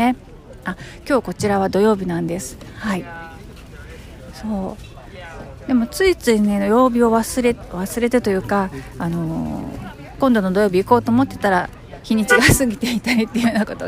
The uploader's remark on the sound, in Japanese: 土曜日のファーマーズマーケットで収録してきました。ローカルな雰囲気が伝わったら嬉しいですが、いかがでしょうか。